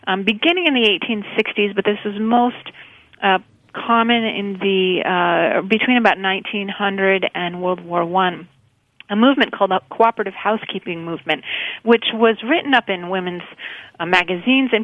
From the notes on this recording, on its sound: via phone